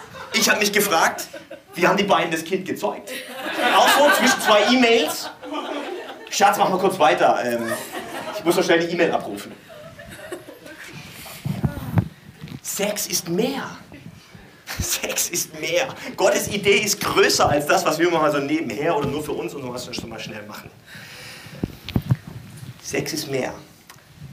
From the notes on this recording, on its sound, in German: Podcast-Mix aus der Goldgräberzeit des churchbrunch im Theater NN (2004-2010). Live gehalten auf Kanzeln und Bühnen, in Kirchen, Kneipen und Locations in Hamburg und anderswo.